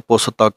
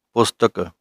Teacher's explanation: ਇਸ਼ਾਰੇ ਮਾਤਰ ਬੋਲਣਾ ਹੈ, ਅੱਧੇ ਤੱਤੇ ਦੀ ਆਵਾਜ਼ ਆਉਣੀ ਚਾਹੀਦੀ ਹੈ · Shown in: second take